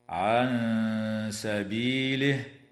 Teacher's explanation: وتدغم النون الساكنة في الياء مع الغنة في قوله تعالى: من يضل. وتخفى عند السين مع الغنة مرققة في قوله تعالى: عن سبيله